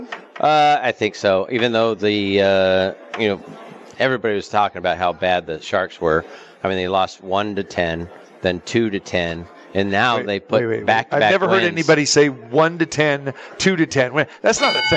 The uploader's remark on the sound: Live from the Super Book at Westgate Las Vegas